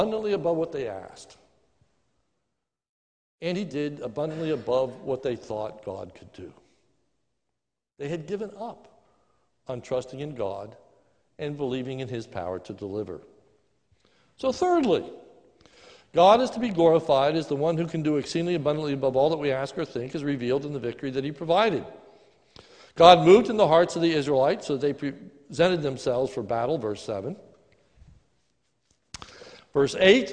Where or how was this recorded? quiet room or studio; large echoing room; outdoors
large echoing room